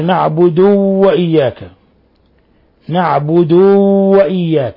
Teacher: يعني قل نعبد نعبد، لا، وإنما نعبد ضمة ضمة ضمة بلا تشديد. ومن الأخطاء إشباع ضمة الدال وإخفاء فتحة الواو بعدها